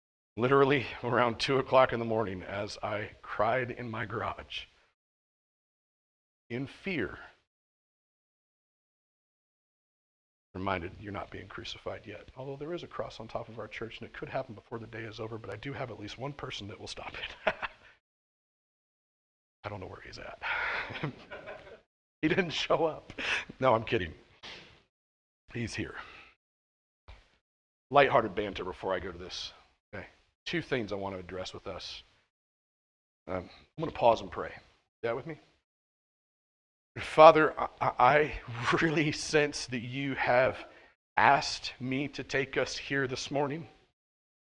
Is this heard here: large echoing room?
yes